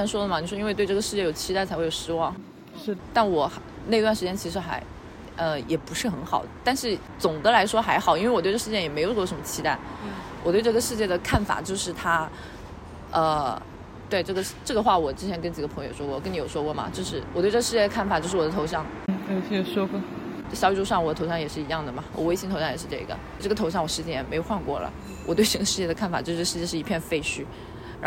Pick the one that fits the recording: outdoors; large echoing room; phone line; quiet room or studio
outdoors